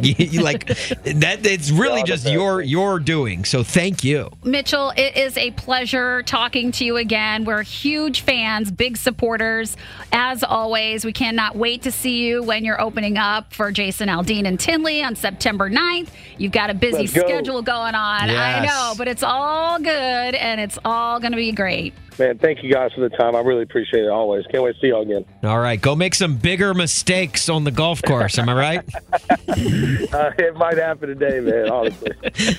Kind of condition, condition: link, phone line